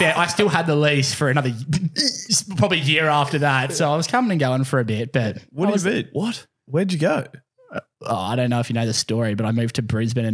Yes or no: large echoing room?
no